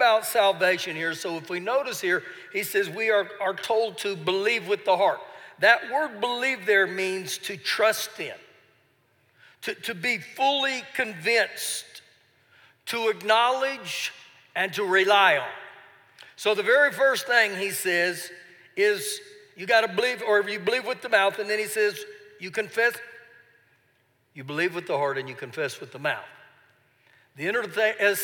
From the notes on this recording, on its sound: Recorded live during our Wednesday night service